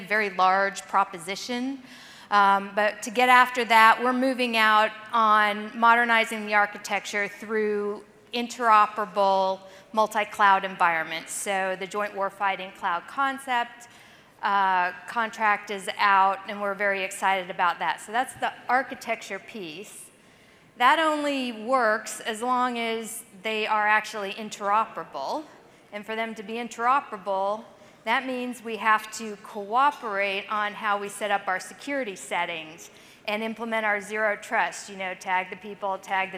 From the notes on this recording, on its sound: The event is the largest annual gathering of C-level executives, leaders and innovators from the government and tech community. Delivered the closing keynote at the event.